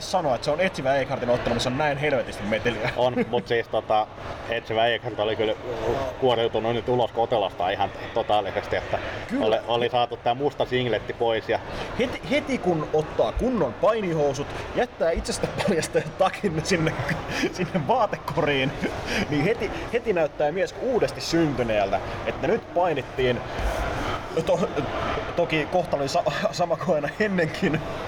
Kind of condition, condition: fault, background noise